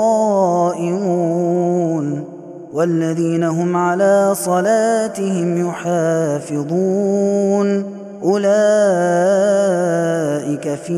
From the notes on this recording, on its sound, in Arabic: هذا التسجيل من صلاة التراويح